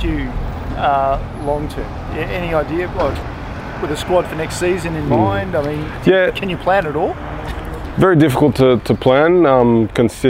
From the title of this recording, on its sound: Press Conference